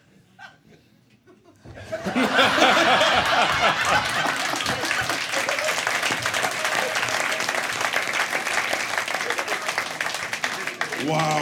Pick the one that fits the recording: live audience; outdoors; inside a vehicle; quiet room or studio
live audience